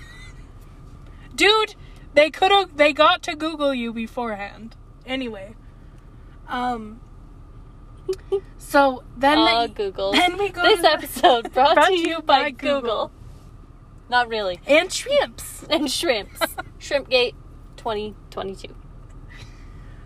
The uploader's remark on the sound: The Car Pod. Podcasting from the car!